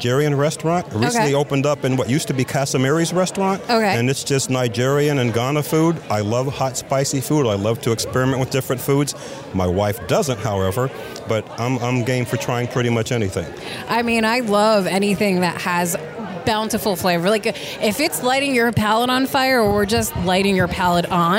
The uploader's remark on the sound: As we celebrate the 125th Anniversary of Masonic Village at Burlington with LIVE interviews during the Gala event.